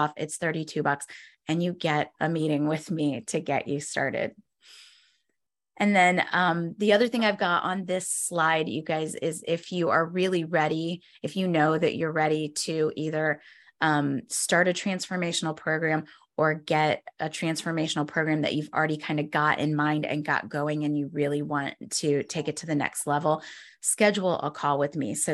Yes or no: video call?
yes